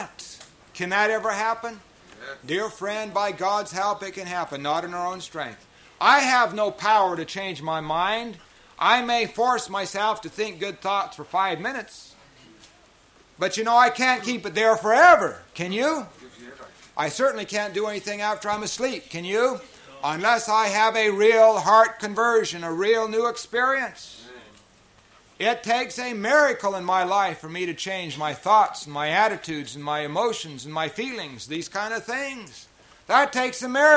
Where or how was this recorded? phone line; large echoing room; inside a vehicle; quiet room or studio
large echoing room